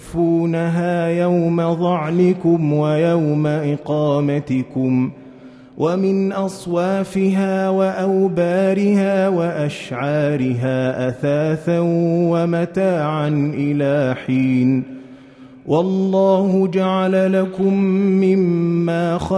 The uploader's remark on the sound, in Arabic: مسجل من صلاة التراويح بمسجد السلام بحي مشرفة بجدة.